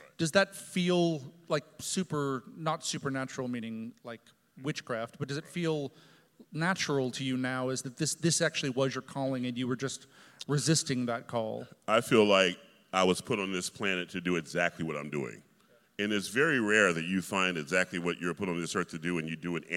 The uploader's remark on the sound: In this conversation, recorded immediately before the final dress rehearsal of Rigoletto in 2018. An audience of several hundred local students.